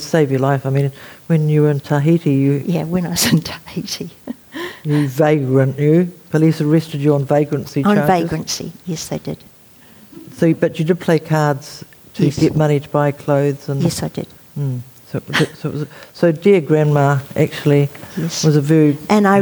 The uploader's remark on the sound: This conversation was recorded at the 2022 Marlborough Book Festival.